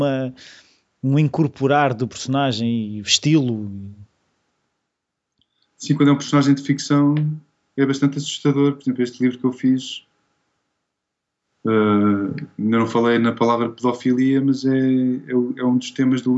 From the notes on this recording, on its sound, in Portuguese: Fizemos a entrevista vis Skype, pois ele vive em Londres.